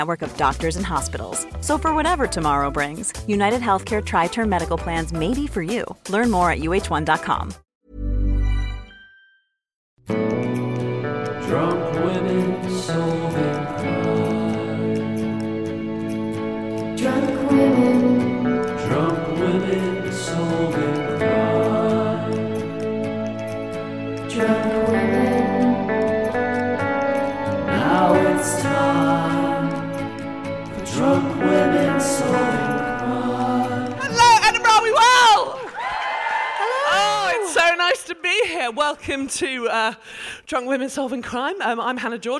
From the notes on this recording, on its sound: We're back in Edinburgh for another fantastic episode of DWSC from their amazing sell-out run at the Fringe! Today's packed audience were in for a treat. We then hear from a member of the audience.